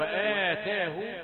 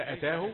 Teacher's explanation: وآتاه ليس أتاه وآتاه بالمد حركتين · Shown in: first take